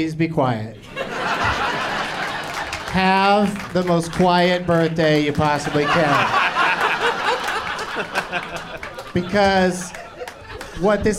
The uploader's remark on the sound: Live from Zanies in Rosemont